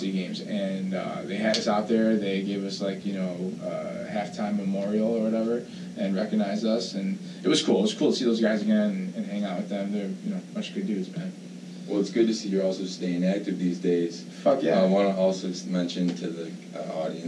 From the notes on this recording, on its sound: We apologize for the audio quality of this episode as we had some techincal difficulties